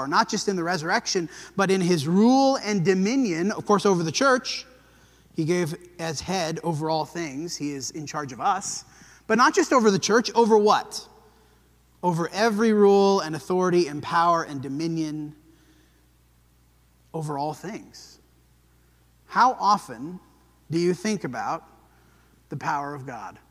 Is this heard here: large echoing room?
yes